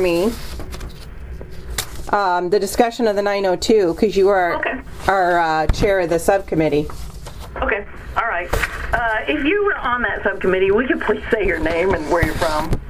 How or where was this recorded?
phone line